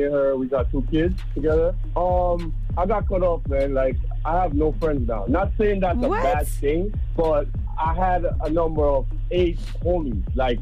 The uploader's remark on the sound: We opened up the phone lines to see what our listeners would do if someone followed them home.